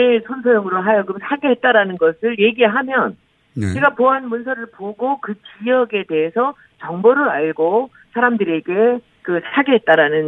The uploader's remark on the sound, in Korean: 전화연결.